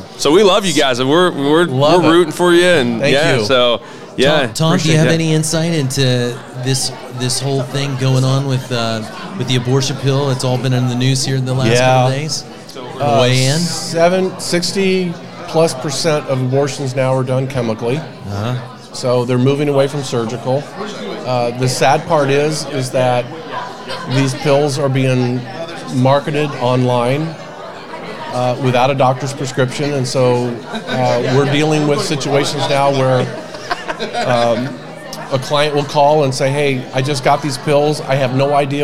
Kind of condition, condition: setting, busy venue